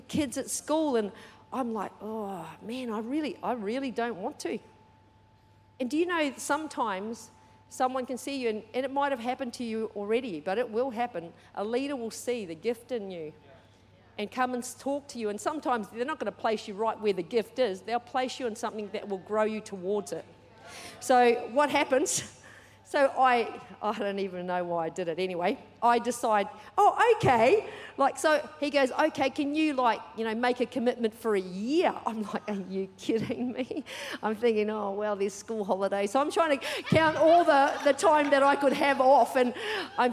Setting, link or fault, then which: setting, large echoing room